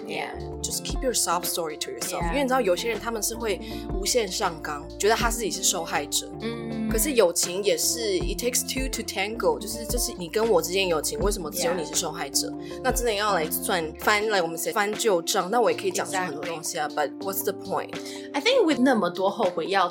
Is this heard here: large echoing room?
no